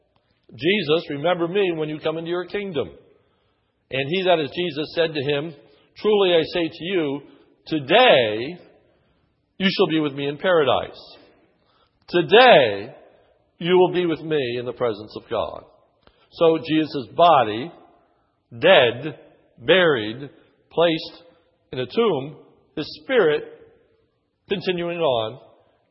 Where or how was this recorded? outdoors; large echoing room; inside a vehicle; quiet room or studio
large echoing room